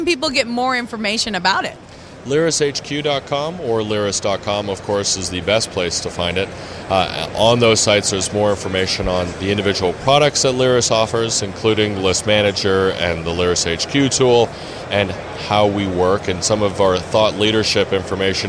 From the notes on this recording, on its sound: IRCE 2010. At the Internet Retailer Conference and Exhibition.